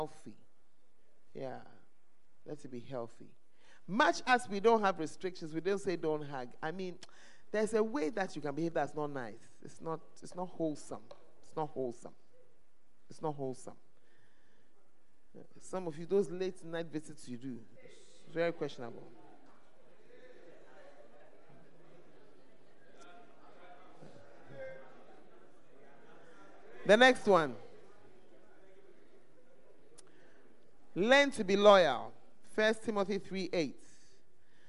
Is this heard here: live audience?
yes